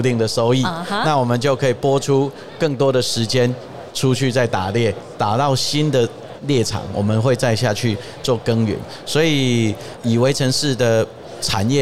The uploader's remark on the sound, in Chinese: 2022 Taipei Cycle台北國際自行車展-Live Podcast